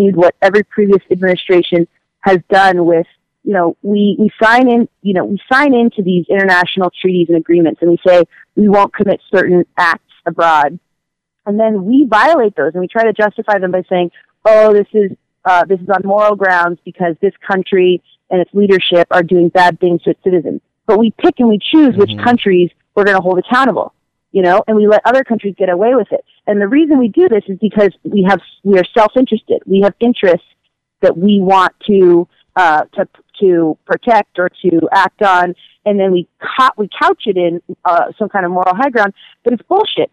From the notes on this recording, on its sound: A post-election call-in show. A special celebrity caller.